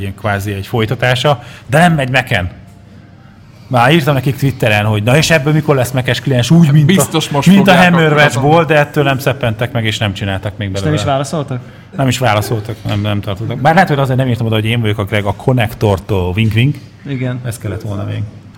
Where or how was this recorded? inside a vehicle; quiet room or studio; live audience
live audience